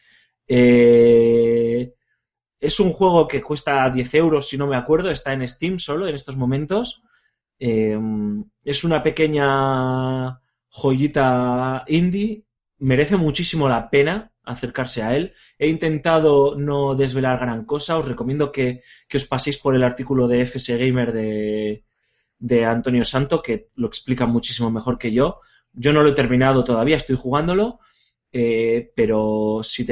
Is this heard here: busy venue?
no